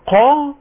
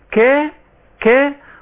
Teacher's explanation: صحيح ان القاف والكاف من محرض واحد من اقصى اللسان، الا ان الكاف لها صفات والقاف لها صفات. عندما اقول قا يبقى هنا صفة التفخيم التغليظ التسمين، ان عندما اقول كا كا صفة الترقيق